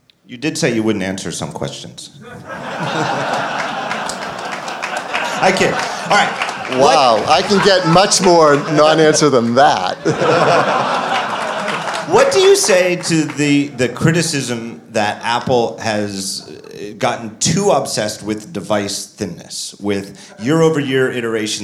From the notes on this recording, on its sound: Live From WWDC 2015. Recorded in front of a live audience at Mezzanine in San Francisco.